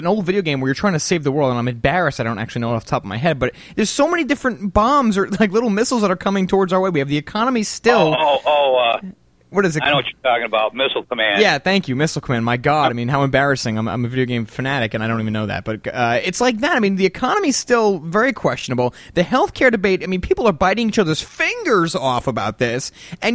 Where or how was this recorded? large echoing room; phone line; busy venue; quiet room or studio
phone line